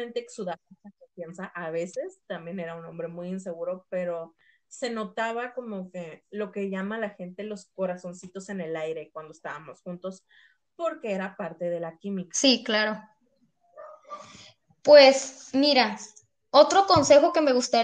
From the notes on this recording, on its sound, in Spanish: EL AUDIO NO ES DE MUY BUENA CALIDAD